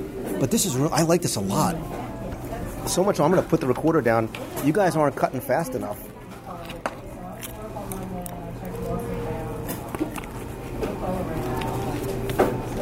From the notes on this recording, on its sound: LIVE review of Captain Cook’s At Disney’s Polynesian Resort. I visit the newly reopened Captain Cook’s counter service restaurant at Disney’s Polynesian Resort in Walt Disney World and sample many (many) items from the new menu in this live restaurant review.